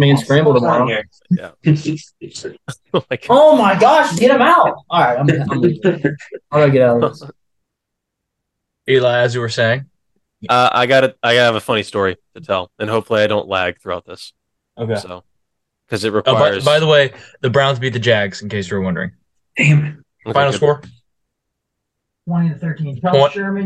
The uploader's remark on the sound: The boys are back (on zoom) and they are better than ever (if you ignore the lagginess of our voices).